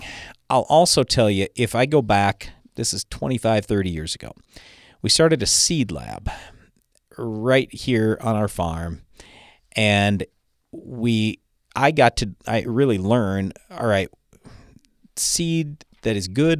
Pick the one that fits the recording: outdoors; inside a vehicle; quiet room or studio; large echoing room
quiet room or studio